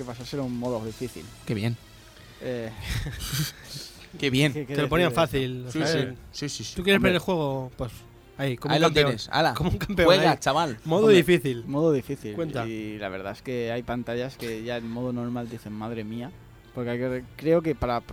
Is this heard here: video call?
no